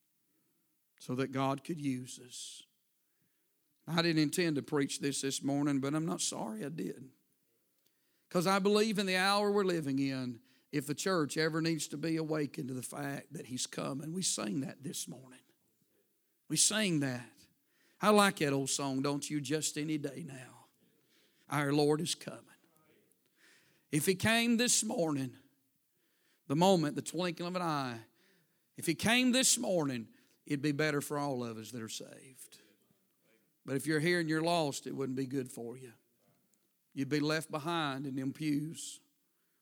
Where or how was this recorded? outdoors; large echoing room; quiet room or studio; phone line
large echoing room